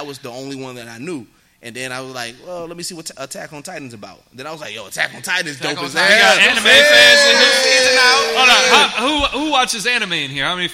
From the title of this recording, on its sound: GEEKSET LIVE AT WAKANDACON